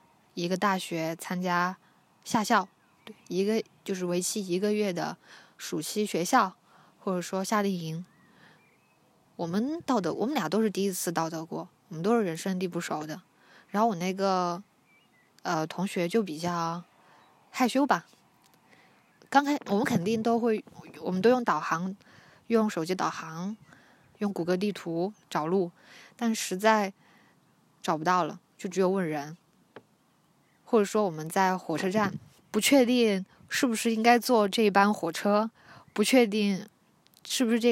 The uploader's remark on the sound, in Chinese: 户外活动：山坡草甸上。我拿着手机走到山坡，坐在草甸上录完了这一期。你会听到包含鸟叫声、风声的自然白噪音。